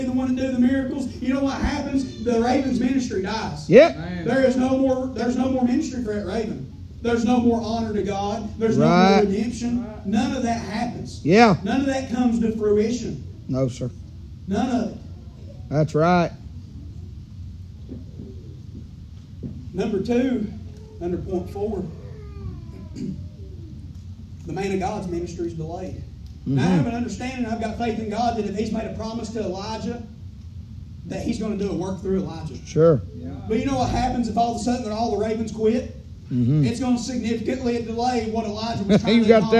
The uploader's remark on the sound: preaching live from Still Water Baptist Church on 7/23/23 pm